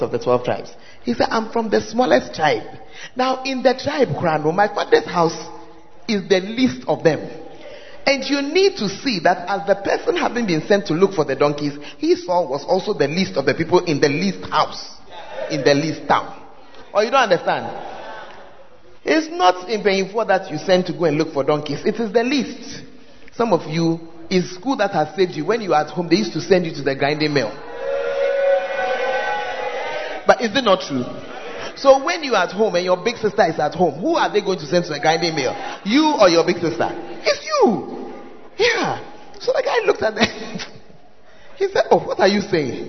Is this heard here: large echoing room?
yes